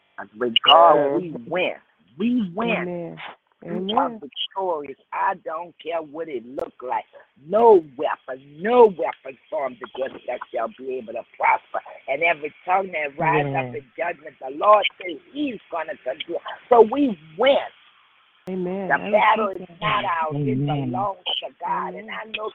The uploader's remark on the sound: 6AM Prayer Call. Live Prayer.